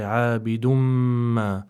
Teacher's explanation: So you have to connect. You don't separate the tanween with the mim that has a shadda on it, especially. You have to connect it. · Term: idgham bi ghunna